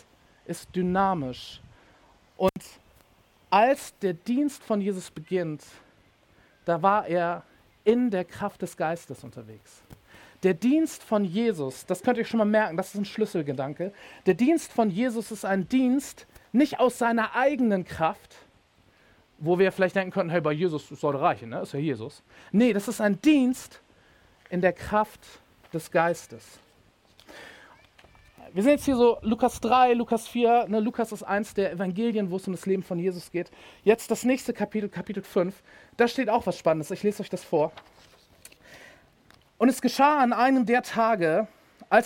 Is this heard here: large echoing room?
yes